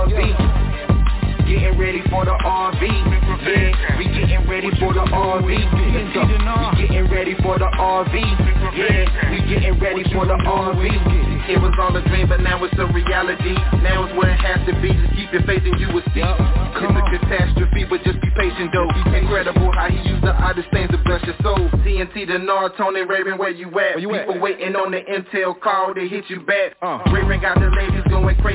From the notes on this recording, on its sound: TNTConference Call